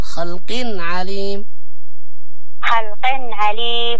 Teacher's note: طيب، يا النون الساكنة كما نعرف النون الساكنة والتنوين إذا جاء بعدها عين هو أظهر